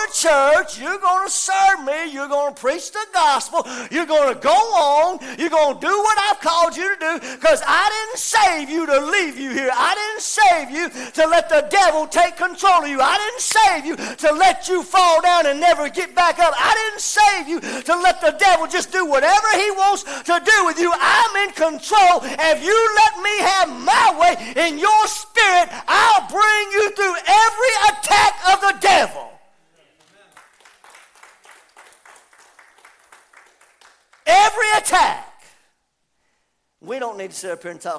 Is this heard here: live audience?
yes